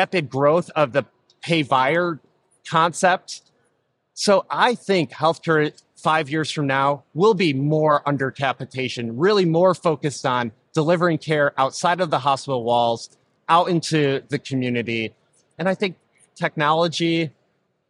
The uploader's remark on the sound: This episode recorded live at the 8th Annual Becker's HIT + DH + RCM Conference in Chicago.